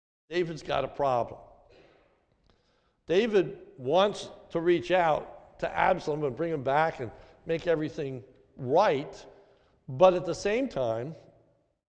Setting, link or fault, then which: setting, large echoing room